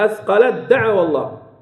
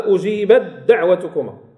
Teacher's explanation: تدغم التاء كاملة في الدال · Term: إدغام كامل